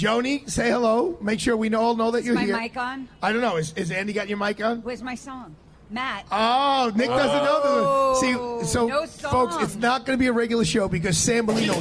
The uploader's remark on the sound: Live Broadcast from Pershing Square New York City. Live Broadcast from Pershing Square New York City.